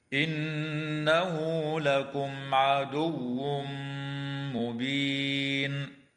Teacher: وتظهر الميم الساكنة عند العين في قوله تعالى لكم عدو، ويدغم التنوين في الميم مع الغنة في قوله تعالى عدو مبين. وتنتهي هذه الآية باتفاق العلماء عند كلمة مبين، والوقف هنا من قبيل الوقف الحسن، هكذا إنه لكم عدو مبين.